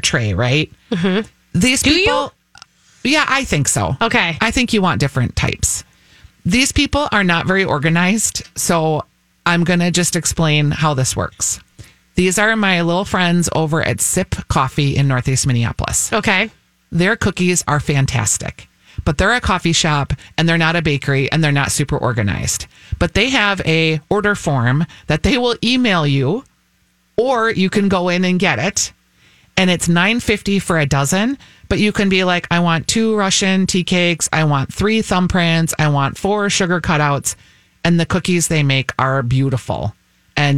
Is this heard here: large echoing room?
no